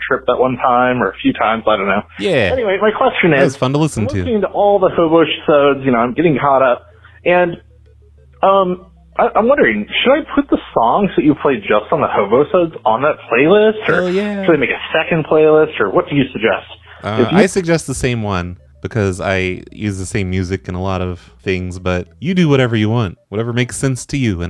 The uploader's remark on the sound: This show has crossed lines, weird connections, 1990’s phone operators popping in the line, and even a failed dial tone trick.